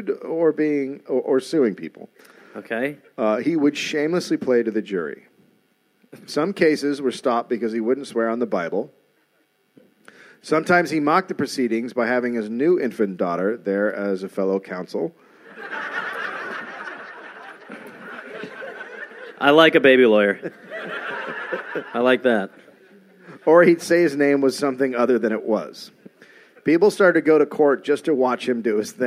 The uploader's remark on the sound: Recorded live in Cardiff